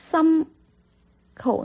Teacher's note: 那闭上嘴巴的时候，自然你就会听到有这个鼻音从鼻腔里面嗯了出来